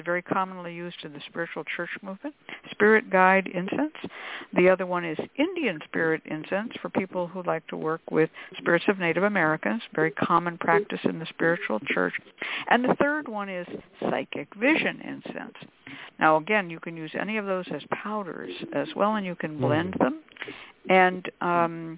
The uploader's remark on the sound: The Lucky Mojo Hoodoo Rootwork Hour is a real, live call-in show where the general public gets a chance to ask about actual problems with love, career, and spiritual protection. We begin this show with a Discussion Panel focussed on the topic of their choice.